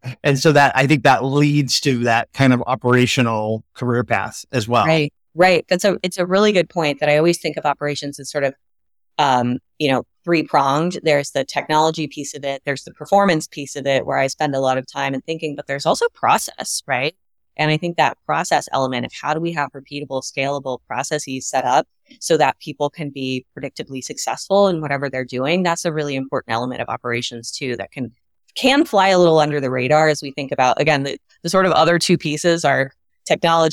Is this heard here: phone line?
no